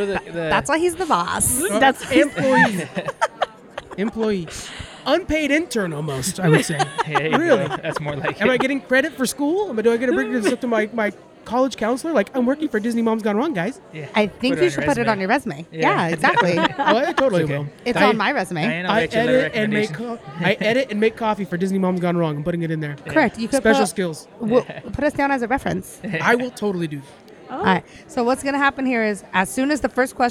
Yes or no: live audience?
yes